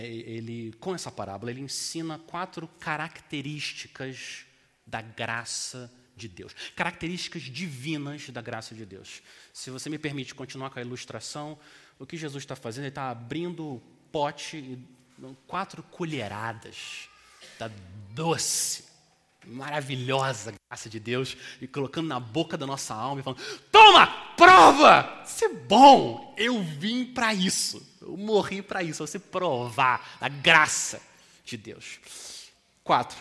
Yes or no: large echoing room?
yes